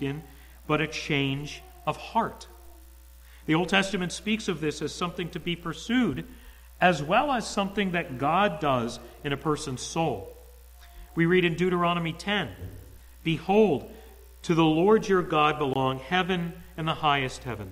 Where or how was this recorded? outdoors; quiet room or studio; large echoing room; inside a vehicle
large echoing room